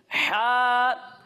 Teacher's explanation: جب ہم اس کی ادائیگی کریں گے تو اس کی آواز حلق کے درمیانے حصے سے آئے گی اور اسے ہم ایک الف تک کھینچ کر پڑھیں گے